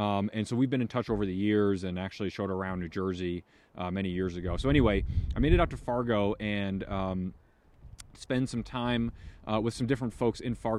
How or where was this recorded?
outdoors